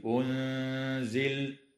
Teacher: وتخفى النون الساكنة عند الزاي مع ترقيق الغنة في كلمة أنزل